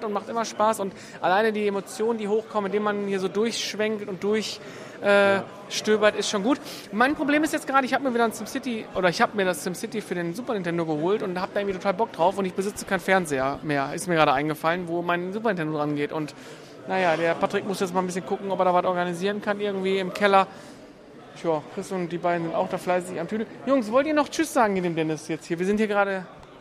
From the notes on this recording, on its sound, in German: Wir sind mit einem Stand und einem Micro bewaffnet auf der dritten Days of Retrogaming Retröbörse in der Kampfkunstakademie Herten und berichten Live in zeitlich verschiedenen Abschnitten über das was so los ist.